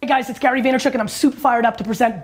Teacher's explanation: He only seems to emphasize the last word, and he seems to emphasize the last word in order to prepare himself and think about the next sentence.